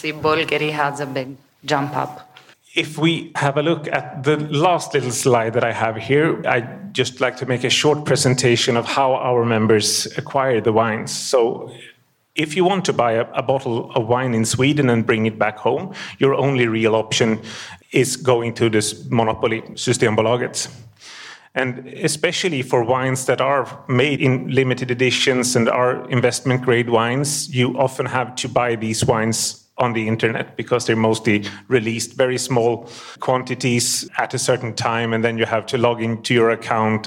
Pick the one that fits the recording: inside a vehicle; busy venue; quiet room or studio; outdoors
busy venue